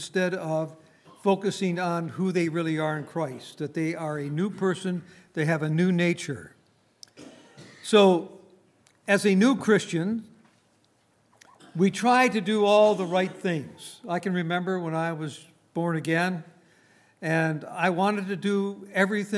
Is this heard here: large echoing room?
yes